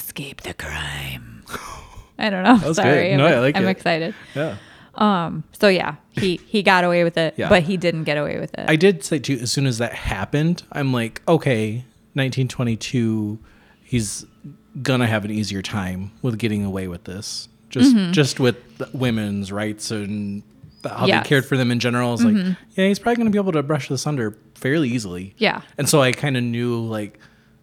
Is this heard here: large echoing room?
no